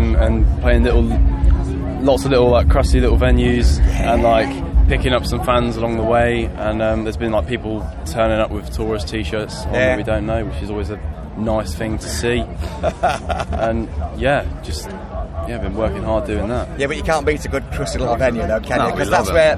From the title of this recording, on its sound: TURS All Talk at Bloodstock 2022